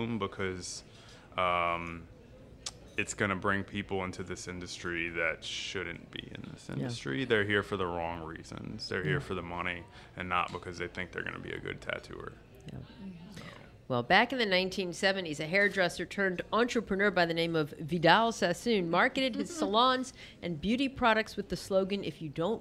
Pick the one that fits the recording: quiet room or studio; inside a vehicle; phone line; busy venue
busy venue